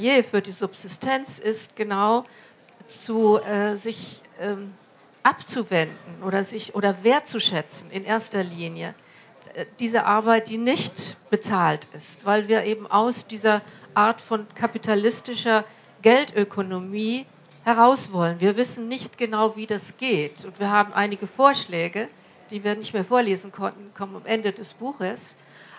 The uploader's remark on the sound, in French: Conférence enregistrée en public à la REcyclerie, en partenariat avec les éditions La Lenteur.